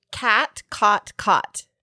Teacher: Because you have the cot, cot merger in the back.